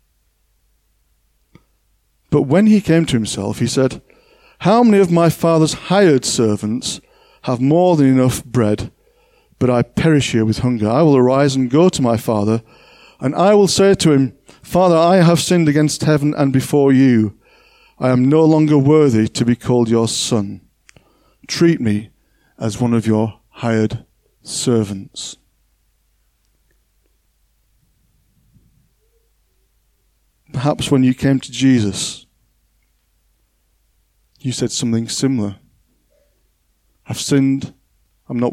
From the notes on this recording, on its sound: On 10th October 2021 at King's Church, Cockermouth. At King's Church, Cockermouth, as an audio file.